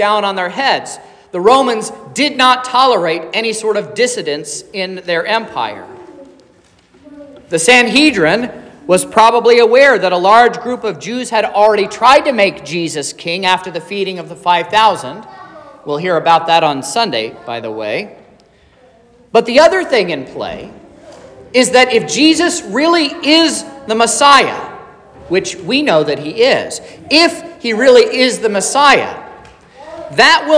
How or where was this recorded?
large echoing room